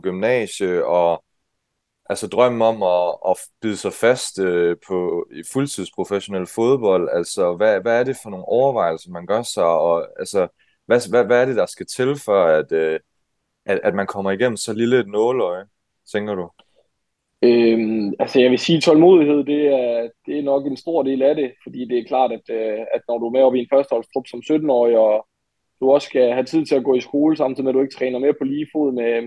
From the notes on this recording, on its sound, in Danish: Afsnittet er optaget online så kvaliteten er ikke helt I top